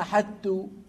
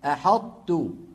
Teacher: فيقرعون المخرج مرة واحدة يطبقون على طاء ويجافون على تاء · Shown in: second take · Term: الإدغام الناقص